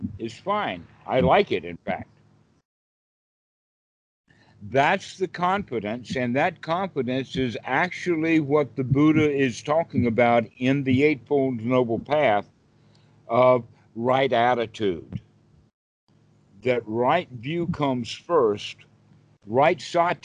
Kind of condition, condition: link, video call